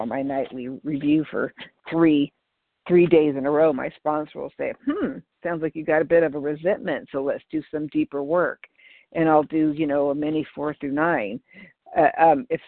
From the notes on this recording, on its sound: 100 Pounders Phone Meeting on 12/3/20